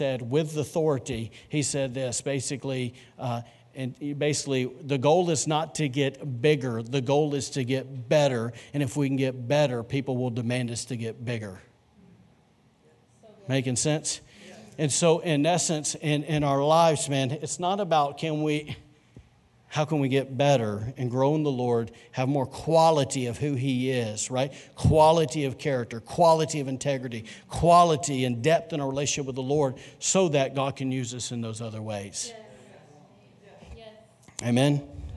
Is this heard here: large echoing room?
yes